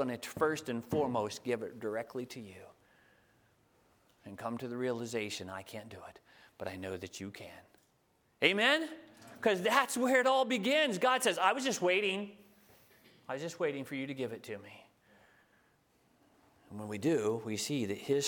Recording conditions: large echoing room